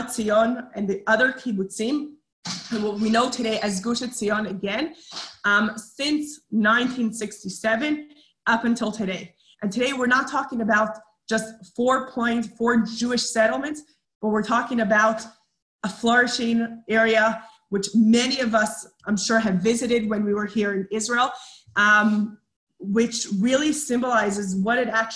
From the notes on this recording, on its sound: Zoom Class